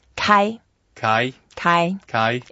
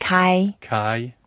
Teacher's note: It's the first tone, so let's make it flat.